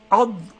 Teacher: أما الضاد فمن حافة اللسان مع ما يليها من الأضراس العليا